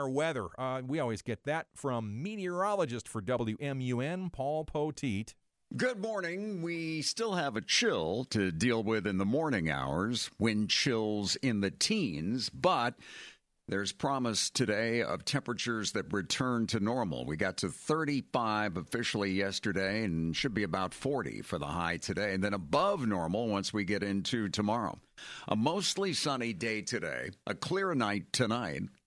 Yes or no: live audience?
no